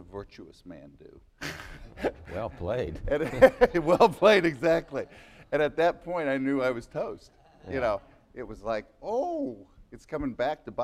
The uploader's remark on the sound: Live on-stage interview. We also hear ideas for new public art from Idea Festival attendees.